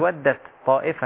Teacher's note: التاء ادغمت في الطاء اصبحت ودت طائفة